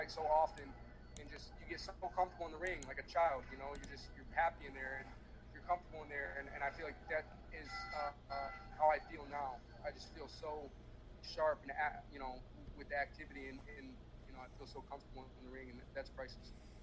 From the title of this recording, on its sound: Post Fight Media Conference